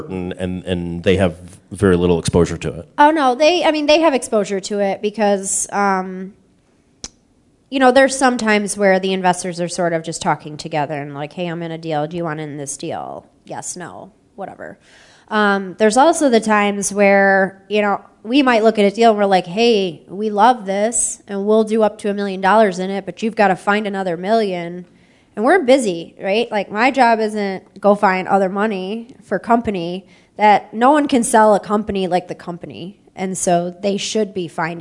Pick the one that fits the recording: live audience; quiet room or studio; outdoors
live audience